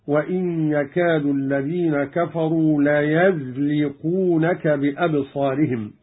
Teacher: قرأ قالون بفتح الياء من ليزلقونك، هكذا وإن يكاد الذين كفروا ليزلقونك بأبصارهم، والفعل من زلق ثلاثيا بمعنى يزيلونك عن مكانك كراهة وحسدا بالنظر إليك.